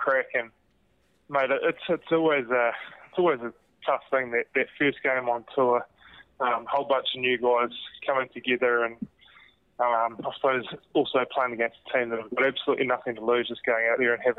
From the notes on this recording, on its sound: Get a double dose of All Blacks on the phone. Calls in from Pau. Pauses his Paris dinner for a chat.